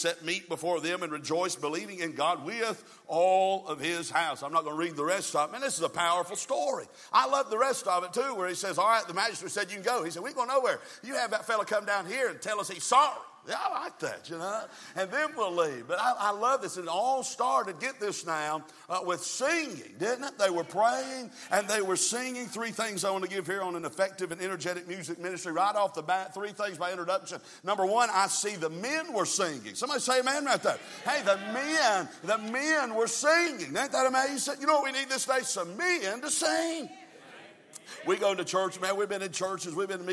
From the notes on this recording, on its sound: from the pulpit of Calvary Baptist Church